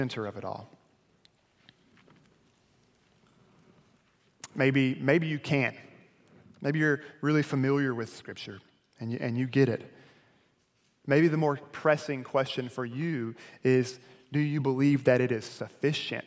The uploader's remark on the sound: delivered at Perimeter Road Baptist Church.